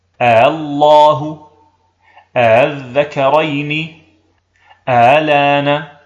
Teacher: فننطق بهمزة قطع مفتوحة ثم همزة مسهلة مفتوحة من دون إدخال ألف بين الهمزتين